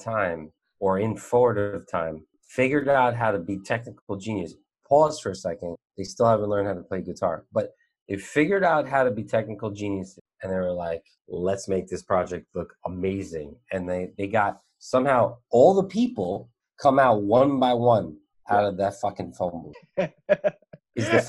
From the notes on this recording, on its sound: On Zoom so there are small sound discrepancies and tech issues.